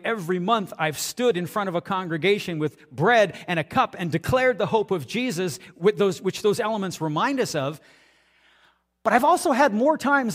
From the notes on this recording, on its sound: audio taken from the March 26, 2023 Sunday sermon at FBC Charlottetown PEI Canada